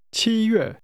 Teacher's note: The tones are high, level, and falling.